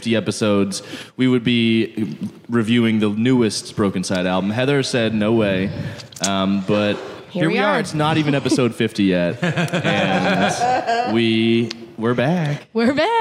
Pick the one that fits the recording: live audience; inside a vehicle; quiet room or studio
live audience